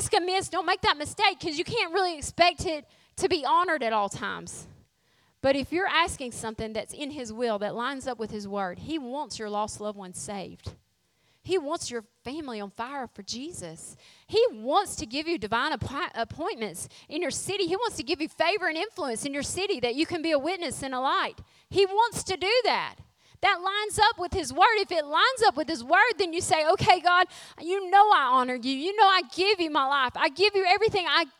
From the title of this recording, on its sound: Refresh Women's Conference Session 2